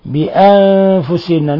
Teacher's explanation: نون ساكنة جاء بعدها الفاء تخفى فيها، إخفاء حقيقي. بأنفسهن، ونون مشددة تغن مقدار حركتين.